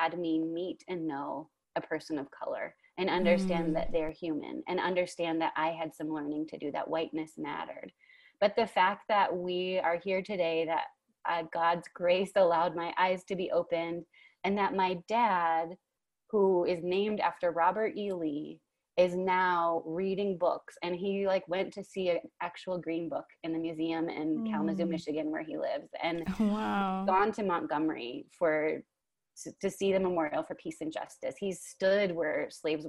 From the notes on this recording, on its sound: You'll hear us breathing deeply a lot in this episode. We recorded this episode on Zoom, so the audio might be spotty in some instances.